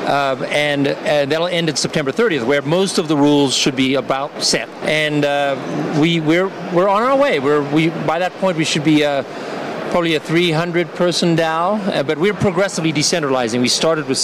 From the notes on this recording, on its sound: Live from Consensus in Austin, Texas